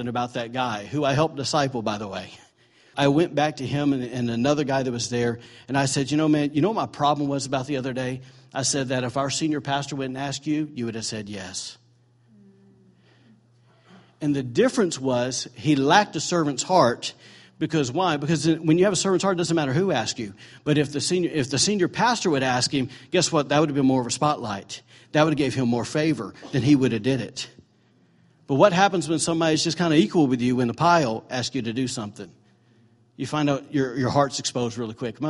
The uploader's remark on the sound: During morning services at Celebration Life Family Church.